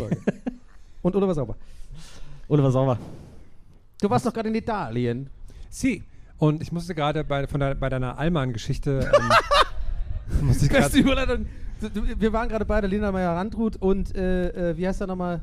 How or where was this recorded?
live audience